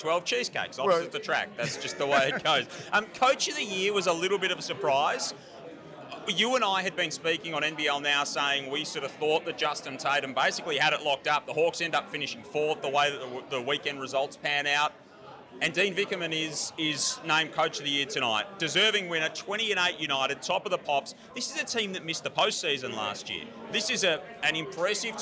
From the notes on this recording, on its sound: Live from the MVP awards. All the goos, winners and red carpet arrivals live from the NBL MVP Awards.